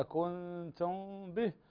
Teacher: ميم ساكنة وبعد الباء، والباء من حروف الإخفاء الشفوي، الحرف الوحيد الذي تخفى الميم عنده عند الباء.